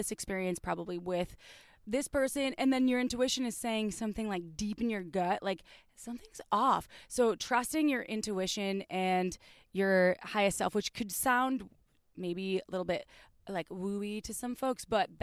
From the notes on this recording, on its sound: It was recorded by four badass podcasters poolside while sipping wine in bathing suits, but also because we all had to share one mic!